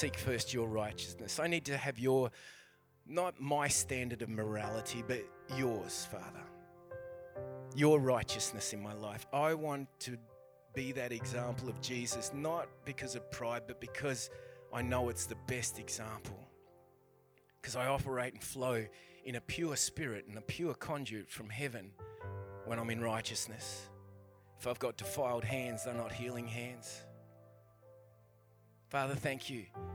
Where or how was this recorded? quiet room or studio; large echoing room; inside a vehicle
large echoing room